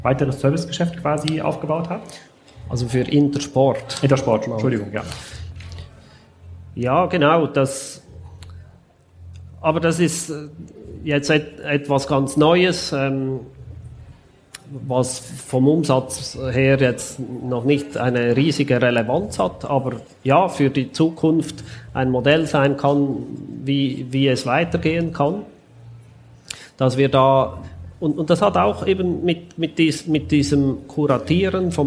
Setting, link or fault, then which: setting, busy venue